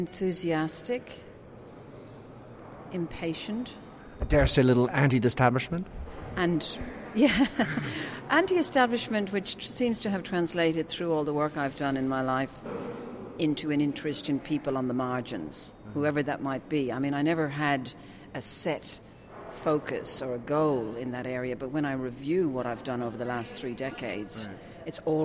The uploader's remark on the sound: This interview, recorded last week at the GEN 2016 Summit